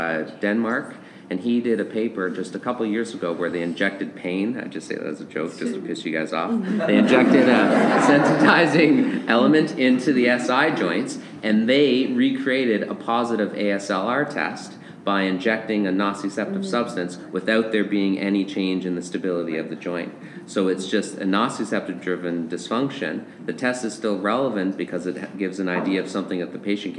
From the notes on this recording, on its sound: Live! From The San Diego Pain Summit! Live from the San Diego Pain Summit in San Diego, California.